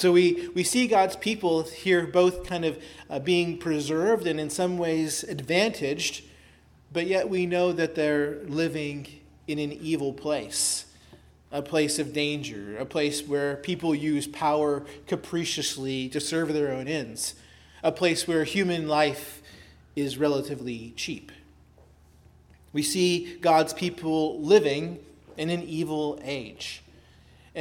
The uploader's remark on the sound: preached at Christ Our Savior Baptist Church